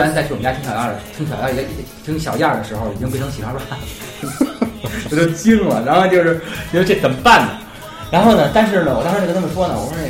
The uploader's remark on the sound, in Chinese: 人声部分是用录音机外录的，所以听上去可能有些辽阔